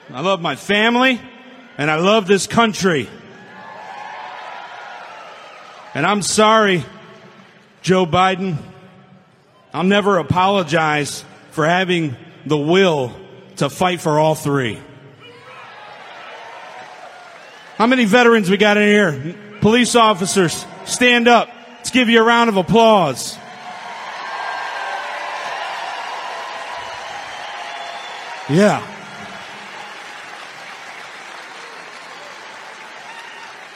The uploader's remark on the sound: Rally Speeches - Youngstown Ohio, 9/17/22